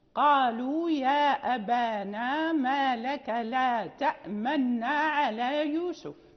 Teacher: يعني نسرع كأنها نون واحدة ولكن مع الإشارة إلى الضم، إشارة إلى الضم دون إدغام، يعني هذان الوجهان لكل القراء.